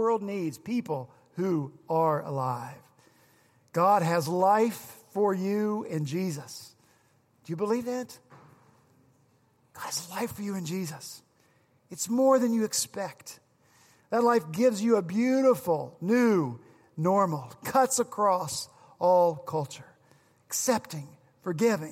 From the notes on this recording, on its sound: On Easter Sunday at Redeemer Presbyterian Church in Charleston, SC